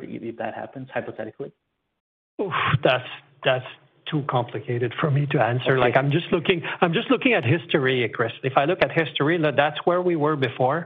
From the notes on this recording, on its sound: First quarter 2021 earnings call for George Weston Limited.